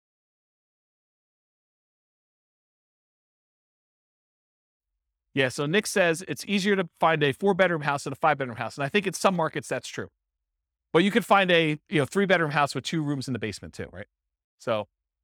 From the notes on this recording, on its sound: This was a live class recorded